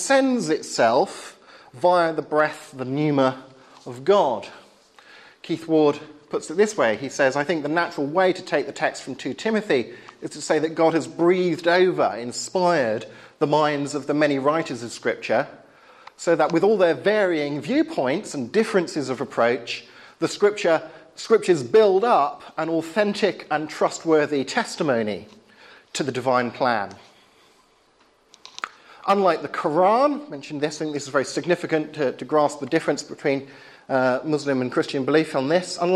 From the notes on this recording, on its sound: talk of the spring 2011 course at Highfield Church, Southampton